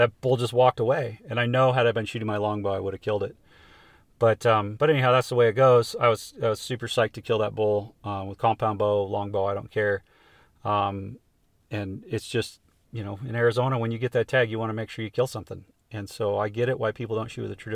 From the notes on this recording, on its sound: It was recorded at the spur of the moment sitting in the front seat of my truck in Arizona after a successful javelina hunt.